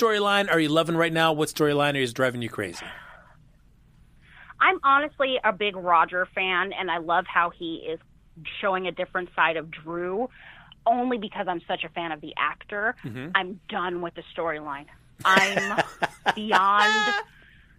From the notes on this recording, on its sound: opens the phone lines to chat with the fans